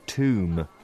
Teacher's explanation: But the B is silent, so be careful.